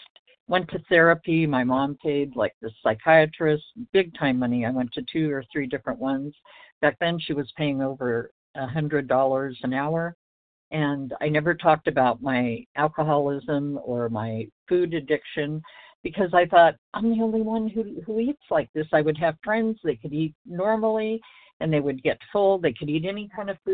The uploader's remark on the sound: 100 Pounders Phone Meeting